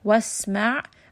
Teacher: ayn is going to be from the middle of the throat. Make sure you are rolling that in the throat a little bit.